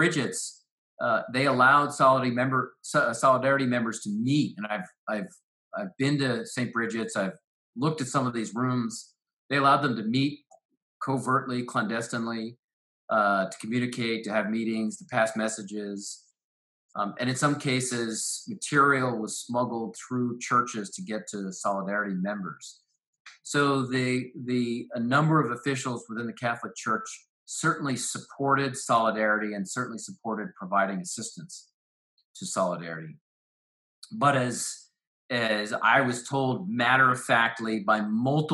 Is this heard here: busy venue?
no